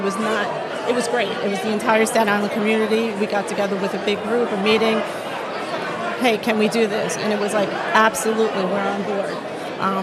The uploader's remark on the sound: LIVE from the Hilton Garden Inn